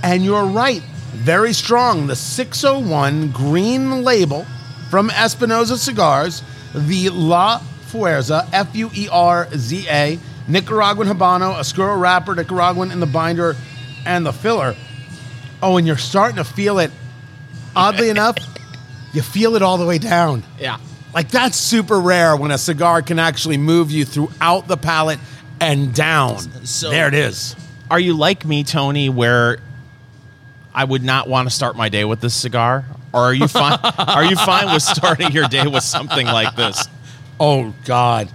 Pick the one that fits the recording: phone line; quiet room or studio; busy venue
busy venue